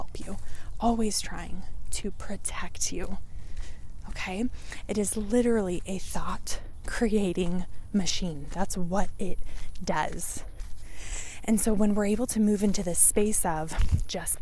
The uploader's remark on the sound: I recorded this while walking & the audio on this one is not the best quality.